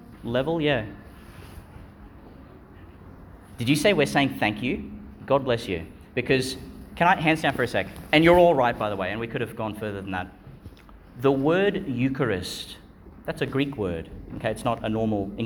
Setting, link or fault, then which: setting, large echoing room